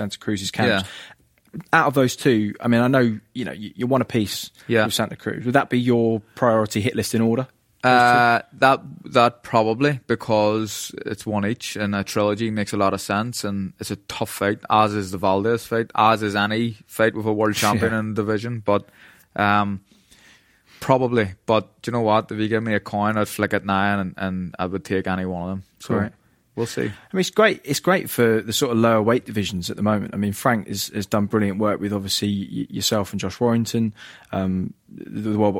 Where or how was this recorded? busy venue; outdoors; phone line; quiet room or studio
quiet room or studio